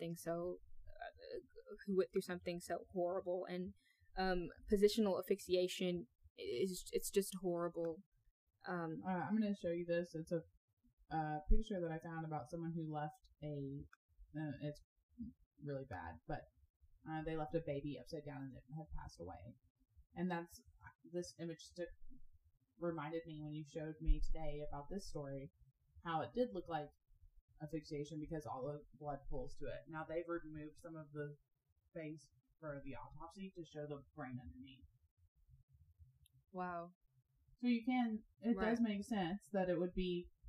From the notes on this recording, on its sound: the sound quality which we are working